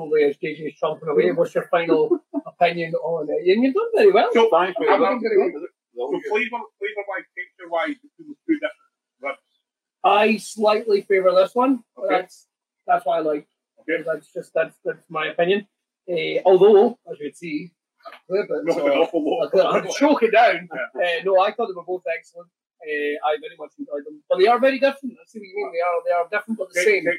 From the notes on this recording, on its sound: There are audio issues in the episode unfortunately